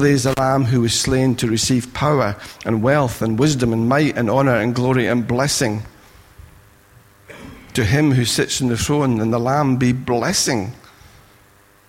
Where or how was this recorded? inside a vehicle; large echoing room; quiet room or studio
large echoing room